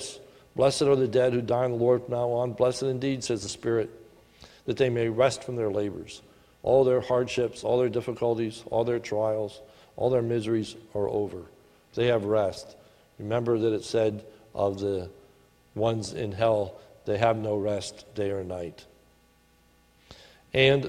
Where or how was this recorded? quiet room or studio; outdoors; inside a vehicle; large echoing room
large echoing room